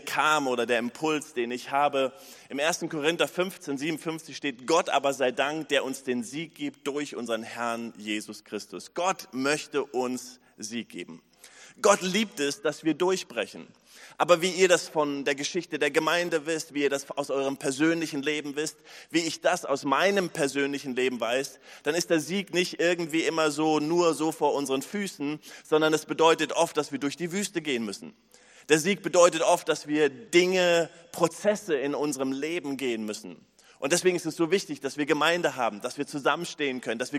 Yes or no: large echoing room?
yes